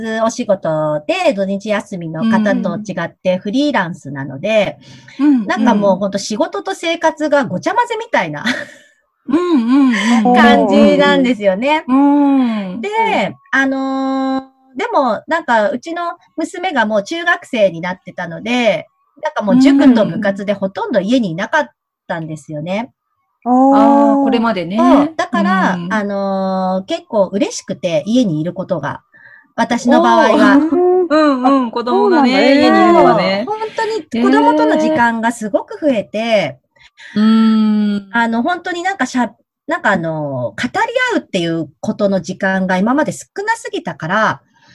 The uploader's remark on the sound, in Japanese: 今回は、Zoomでお茶会！